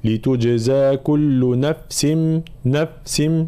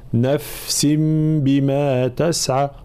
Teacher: الانتباه إلى صفة الرخاوة في حرف الفاء، خاصة حال سكون الفاء · Shown in: second take · في كلمة لتجزى كل نفس نفس بما تسعى، فلا نعطي الفاء نوع من الشدة فنقول لتجزى كل نفس نفس، لا نفس بما تسعى.